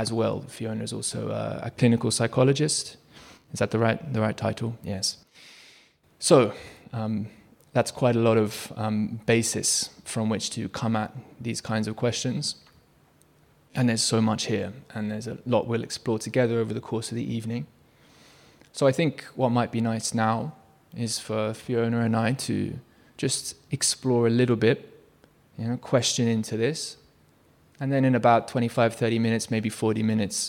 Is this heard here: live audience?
yes